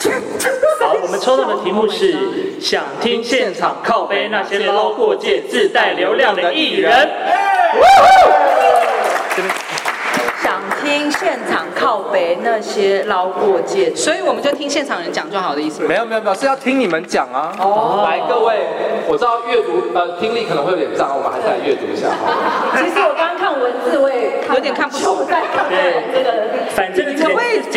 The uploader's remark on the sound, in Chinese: 挑戰Podcast Club活動上台即興尬聊。台灣鳥廳院首次參加Podcast活動。一出場就直接進聲國家兩廳院。參加「podcaster即興尬聊秀」。